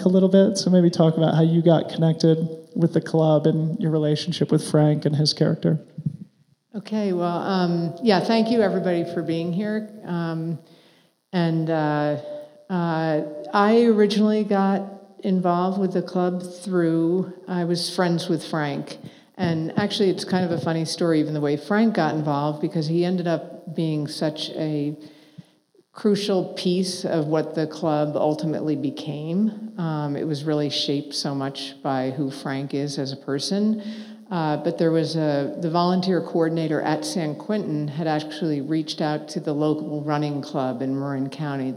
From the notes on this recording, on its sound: This is a live podcast we recorded at BOA headquarters in Denver, CO. It followed a screening of 26.2 to Life.